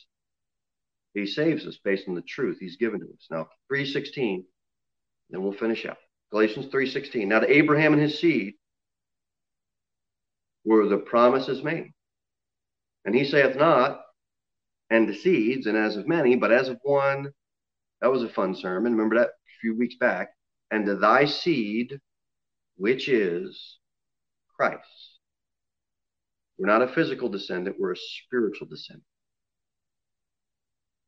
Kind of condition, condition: setting, large echoing room